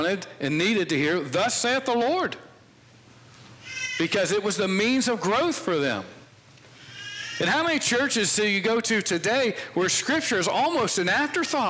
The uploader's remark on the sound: This sermon was preached on Sunday, January 2, 2022 from the pulpit of Grace Community Church in Berea, KY.